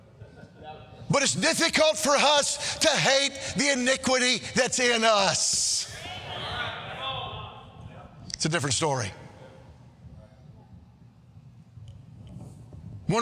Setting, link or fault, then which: setting, large echoing room